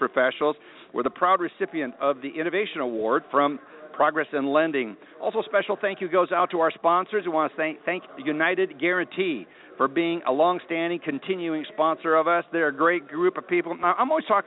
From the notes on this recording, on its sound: Broadcasting "live" from the Motivity User Conference in Denver. Interviewing various executives of mortgage companies here at the conference.